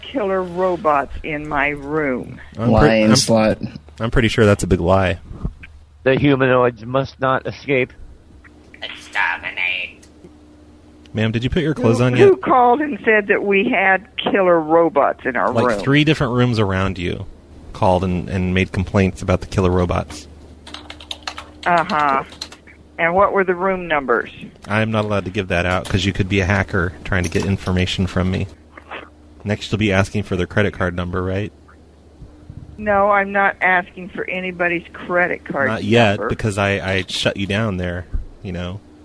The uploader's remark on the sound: Prank Phone Calls Collection